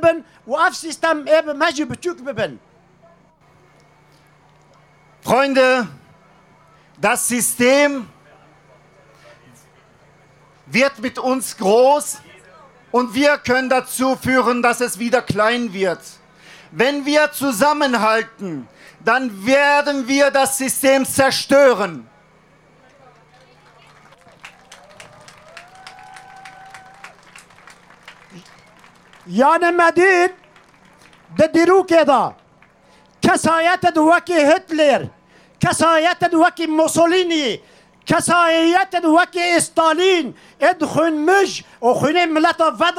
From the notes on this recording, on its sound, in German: Mit vielfältigem und lautstarkem Protest wollten von den Rheinwiesen durch die Innenstadt bis vor den Landtag Nordrhein-Westfalens ziehen. Radio Nordpol hat live von der Demo berichtet.